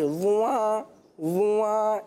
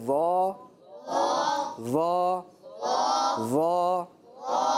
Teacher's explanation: وا پڑھتے ہوئے ناک میں آواز نہیں جاتی · Shown in: second take